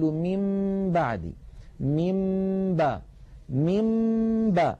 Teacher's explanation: ومر معنا في أحكام الميم الساكنة أن الميم الساكنة إن أتى بعدها باء فحكمها الإخفاء، وذلك بأن نطبق الشفتين على الميم وعلى الباء إطباقة واحدة من غير أن تتحول الميم إلى باء. يعني لا نقول مب بعدي، لو قلنا مب بعدي لكان إظهارا لكان إدغاما، ولو قلنا من بعدي لكان إظهارا.